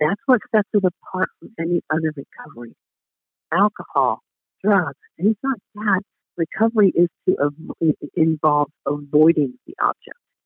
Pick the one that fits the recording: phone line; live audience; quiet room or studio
phone line